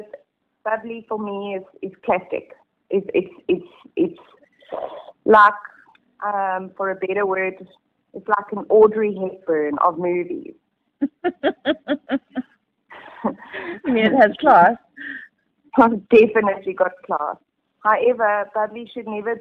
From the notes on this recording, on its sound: She caught up with her on the telephone.